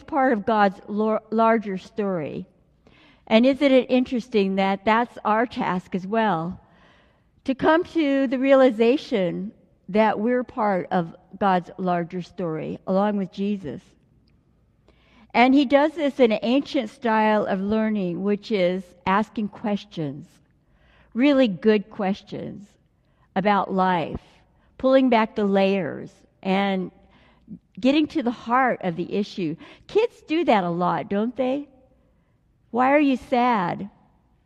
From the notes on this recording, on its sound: delivered during the Traditional Worship service